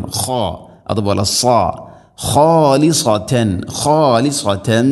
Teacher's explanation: ഖാഉം സാദും പ്രത്യേകം രണ്ടക്ഷരവും ഹെവി ലെറ്ററാണ്, അഥവാ ഇസ്തിഇലാന്റെ അക്ഷരമാണ്, കനപ്പിച്ച് ഉച്ചരിക്കണം. ഖ അതുപോലെ സാ, ഖാലിസതൻ ഖാലിസതൻ മിൻ, ഇവിടെ തൻവീനു ശേഷം മീമ്, തൻവീനിനെ മീമിലേക്ക് ഇദ്ഗാം ചെയ്ത് മണിച്ചുകൊണ്ട് ഉച്ചരിക്കണം.